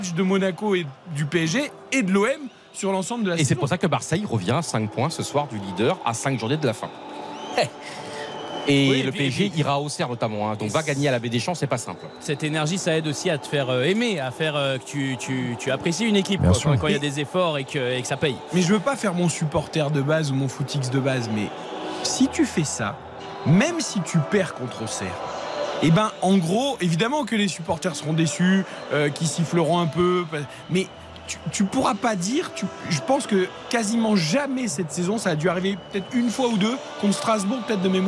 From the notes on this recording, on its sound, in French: en direct du Vélodrome